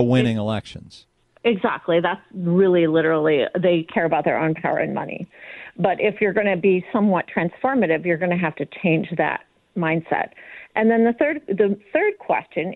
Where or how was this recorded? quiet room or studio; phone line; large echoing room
phone line